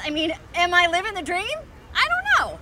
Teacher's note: It's fast, it's a lot of pitch variability, the voice has a bright kind of timbre to it. · Term: happy voice